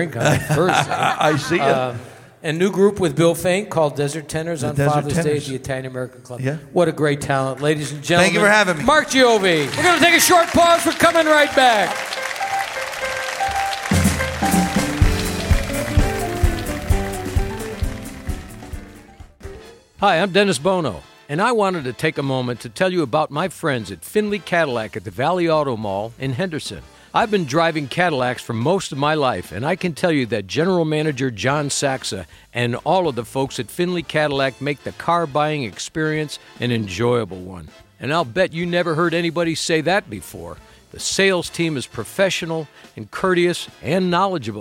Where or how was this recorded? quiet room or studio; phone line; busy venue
busy venue